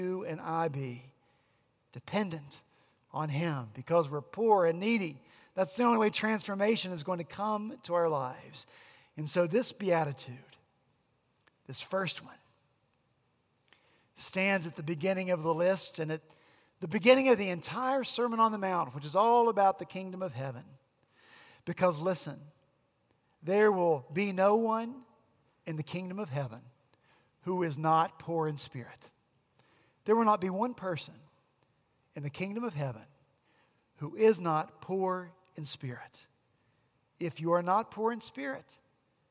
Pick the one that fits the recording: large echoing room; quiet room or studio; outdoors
large echoing room